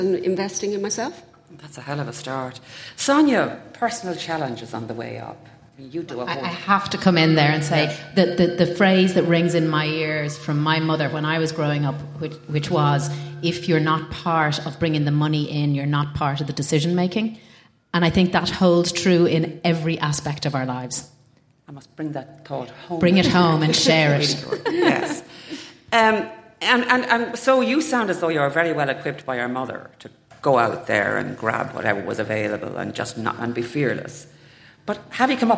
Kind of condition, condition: setting, live audience